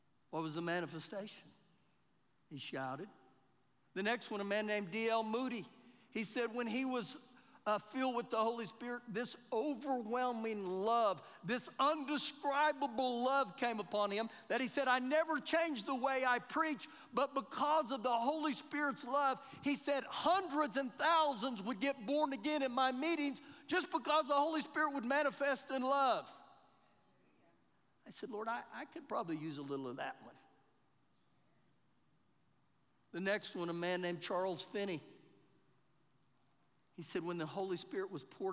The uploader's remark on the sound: Recorded live during our Sunday morning service